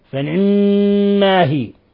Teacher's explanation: والاختلاس هو أخذ جزء الكسرة، يعني ليست كسرة خالصة بحيث الذاهب يكون أكثر من الباقي، مثل يعني بعض إخواننا المغاربة يقرؤون الحروف هكذا يخطفونها خطفا.